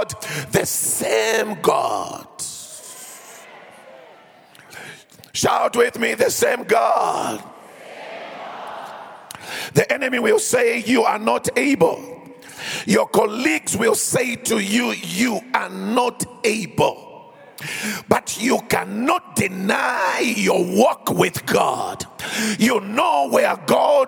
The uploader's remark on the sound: preached at the last day of our Annual Home Coming Conference, Word Explosion 2023, hosted at Grace Bible Church Pimville on the 08th of October 2023